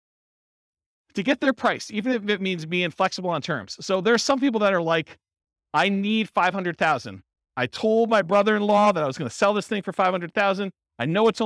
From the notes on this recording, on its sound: Real estate entrepreneurs in Sacramento, California. This was a live class recorded.